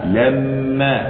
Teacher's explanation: الميم حرف أغن مشدد، تغن بمقدار حركتين